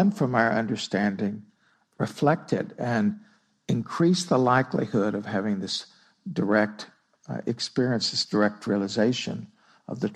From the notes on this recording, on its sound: Recorded at Spirit Rock on September 19, 2016. (Spirit Rock Meditation Center).